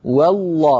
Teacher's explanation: بترقيق الواو وتفخيم اللام